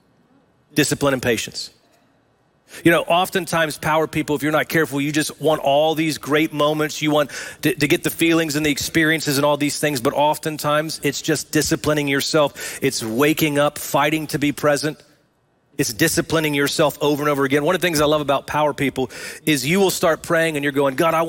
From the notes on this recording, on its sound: Recorded live at Brookwood Church on 10.01.23.